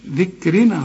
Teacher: كل الحروف مرققة بما فيهم الراء، لأن الراء مكسورة وما دام مكسورة تبقى مرققة.